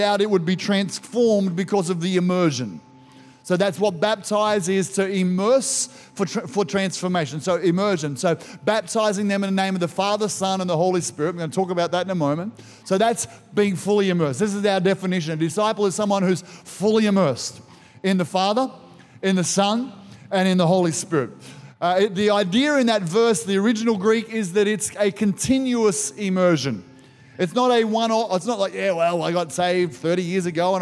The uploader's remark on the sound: This was recorded in our 9am service